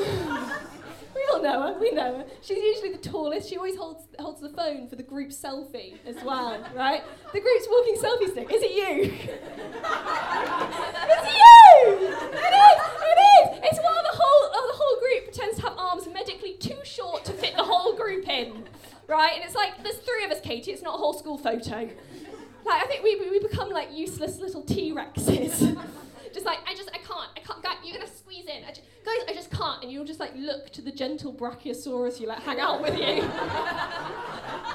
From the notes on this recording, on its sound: Recorded live at the Kingdowns Wine Vaults.